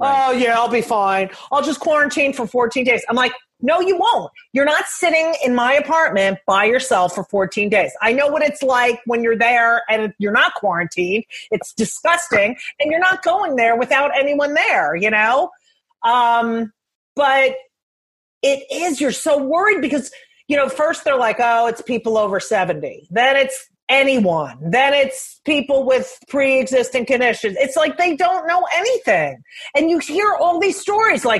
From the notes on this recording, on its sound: Willing to talk to me during quarantine over Zoom.